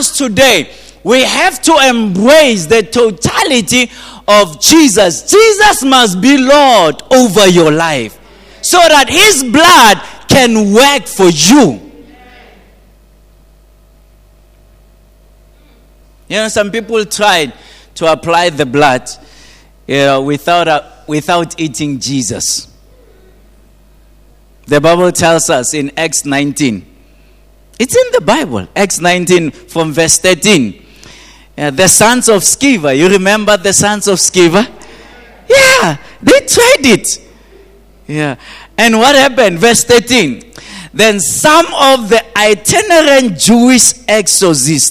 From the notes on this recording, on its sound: At GTCFC City Campus in the morning service.